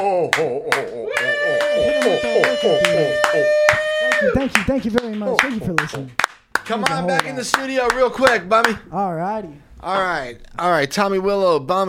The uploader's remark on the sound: Awesome Christmas party with live music.